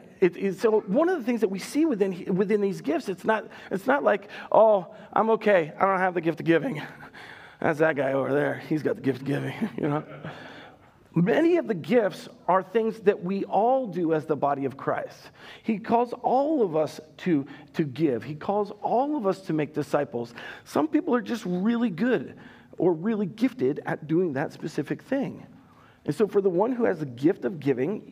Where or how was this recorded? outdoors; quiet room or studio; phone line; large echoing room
large echoing room